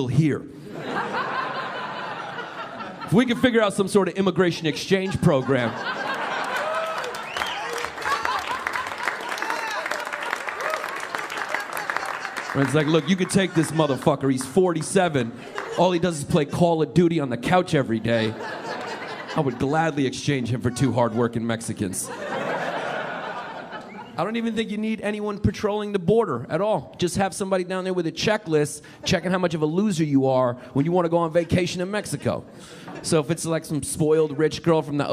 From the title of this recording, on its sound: Stand Up Comedy Live Gotham Comedy Club